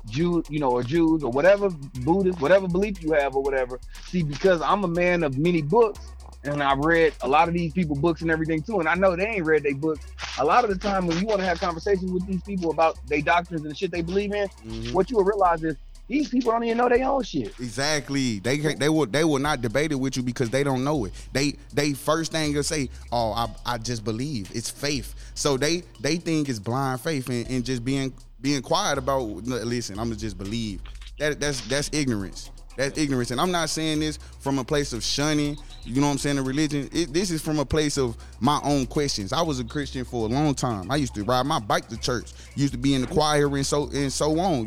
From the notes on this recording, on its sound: we had a caller call